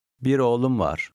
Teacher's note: the V sounds somewhat like a W. This is because it is preceded by an M sound.